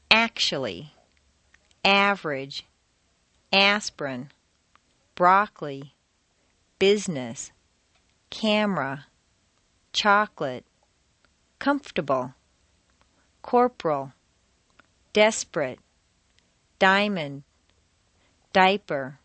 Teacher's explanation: Intonation can also completely get rid of certain entire syllables. Some longer words that are stressed on the first syllable squeeze weak syllables right out. · Term: squeezed out syllables